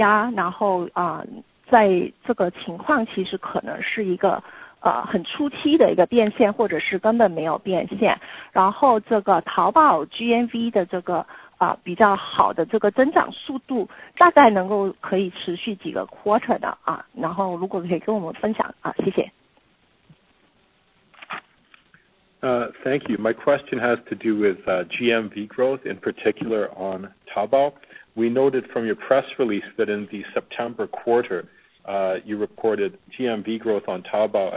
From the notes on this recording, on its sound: Earnings Conference Call